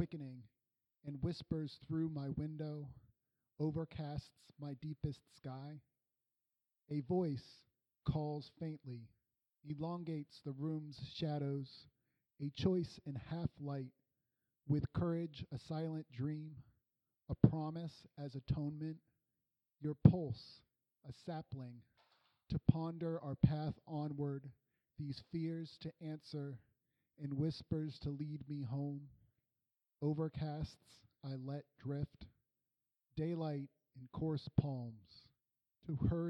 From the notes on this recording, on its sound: Our September 7th 2019 live show